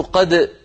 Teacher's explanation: العرب تقول قد وتظهر الدال وتقلقلها